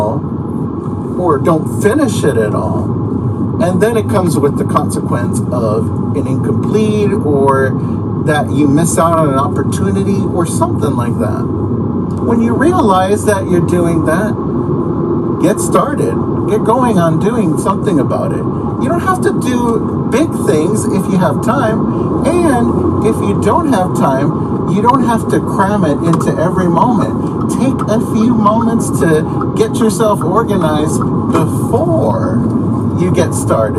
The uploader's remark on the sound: The re-recorded audio has somewhat loud background noise. Please excuse the sound as I was in my car driving to work when I did this.